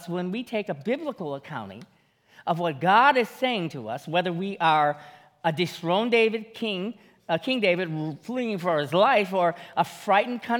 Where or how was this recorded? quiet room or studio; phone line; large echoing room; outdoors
large echoing room